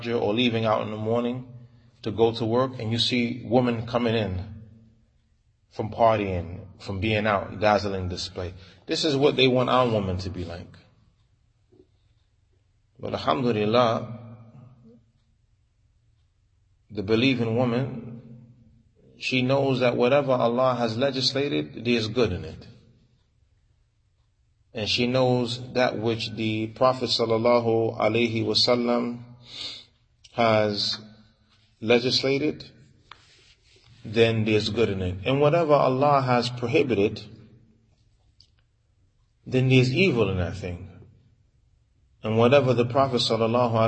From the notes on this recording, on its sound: Lecture given at Masjid Nur Allah, Queens, NY